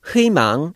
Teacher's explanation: The Korean for, word for hope is hui mang, but you would pronounce it as 희망 because you're adding an H at the, the beginning of the 의 sound. When you add another consonant, the 의 turns to E.